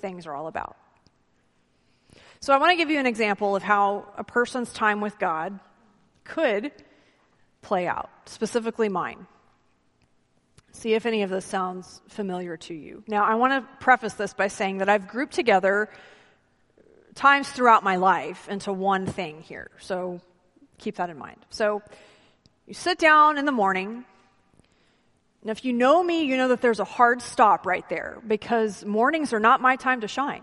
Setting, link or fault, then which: setting, large echoing room